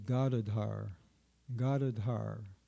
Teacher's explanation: With the accent on the first syllable and the third. Actually, it's Gadadhara.